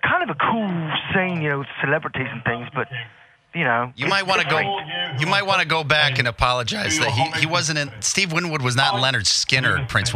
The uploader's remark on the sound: calls the guys Live from the Kings Coronation